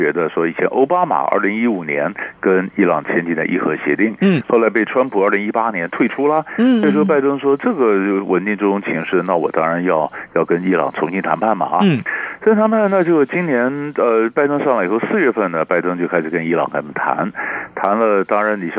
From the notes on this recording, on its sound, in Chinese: 連線訪問